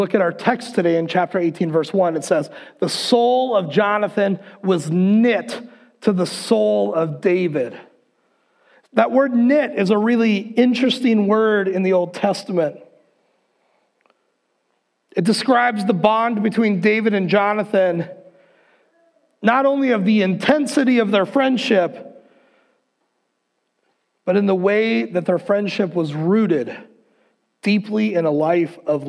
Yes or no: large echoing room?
yes